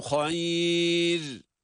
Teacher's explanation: Hayır kelimesinin ra'sı ince okunarak durulmalıdır.